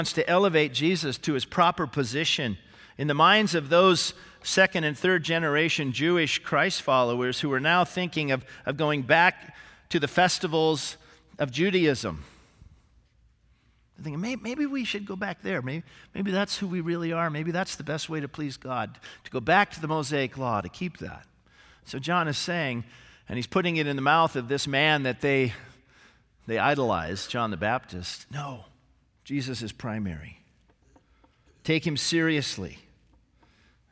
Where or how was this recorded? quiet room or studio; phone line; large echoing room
large echoing room